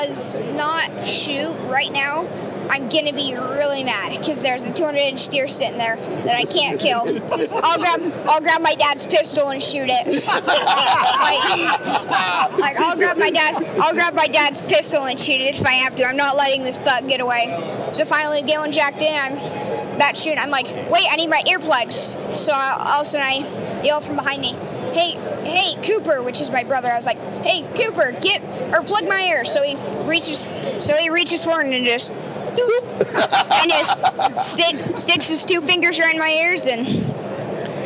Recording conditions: busy venue